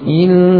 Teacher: membuat dengung pada lam sehingga menjadi illallah